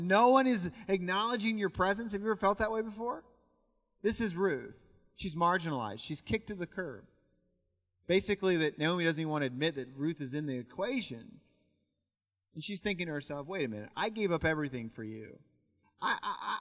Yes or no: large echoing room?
yes